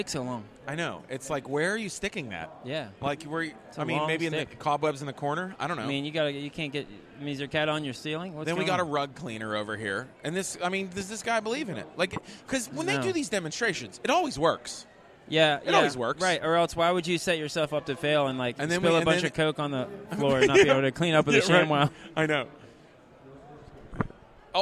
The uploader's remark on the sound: LIVE at the Home Show